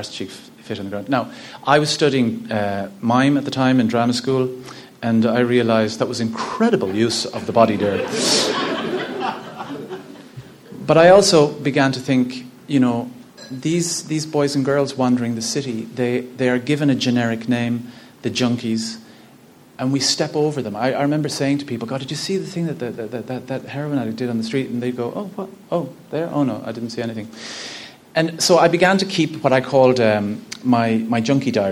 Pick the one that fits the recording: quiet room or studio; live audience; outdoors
live audience